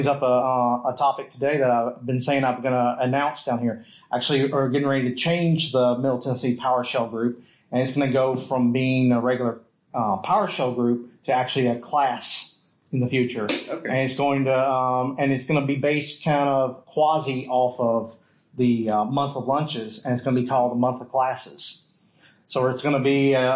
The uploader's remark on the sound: This episode was recorded at the PowerShell on the River event. It is a sitdown interview.